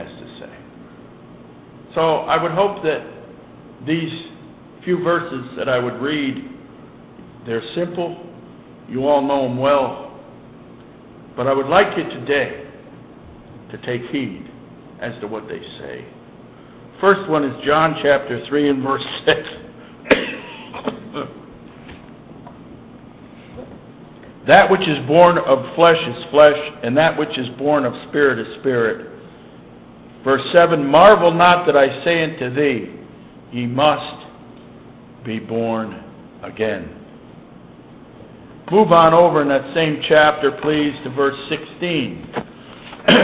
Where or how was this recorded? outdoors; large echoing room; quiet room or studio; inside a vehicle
large echoing room